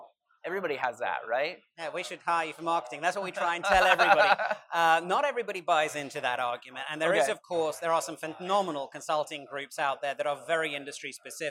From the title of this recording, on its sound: Live at SUP-X